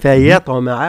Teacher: هنا فيطمع وليس فيا، فيطمع ترقيق الياء مع تفخيم الطاء والقلقلة